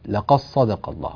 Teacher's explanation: طبعا في الآية 27 قوله تعالى لقد صدق الله، الدال هنا جاء بعدها حرف الصاد. طبعا في بعض القراءات تدغم هذه الدال في الصاد